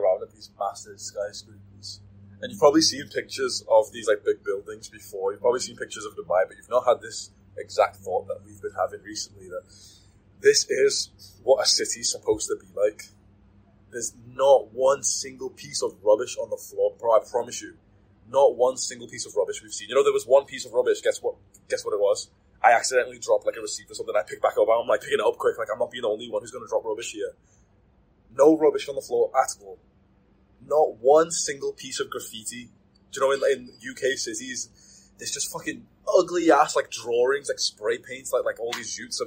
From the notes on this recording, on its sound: Apologies about the audio quality here, I really tried editing it.